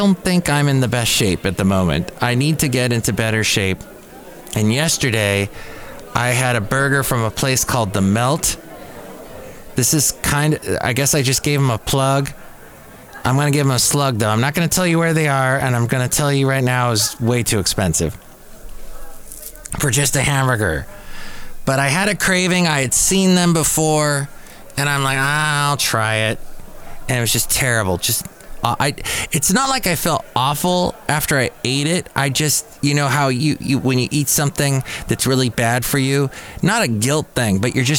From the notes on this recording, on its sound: podcasts live from Café Anyway